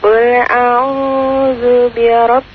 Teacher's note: Di N-nya ditahan karena gunnah.